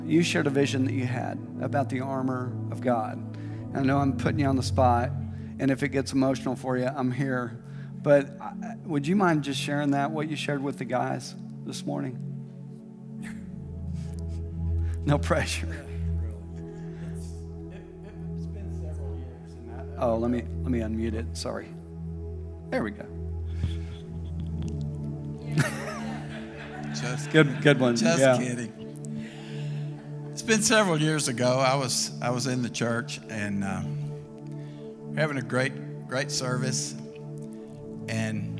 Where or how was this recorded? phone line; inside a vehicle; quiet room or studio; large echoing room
large echoing room